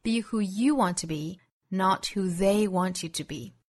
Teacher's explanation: 我们把 you 和 they 读得重一些 · Term: 重读